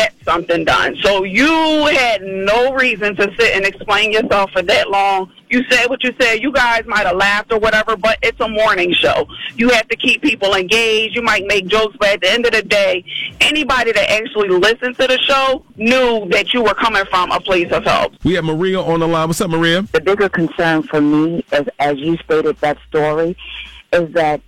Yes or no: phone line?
yes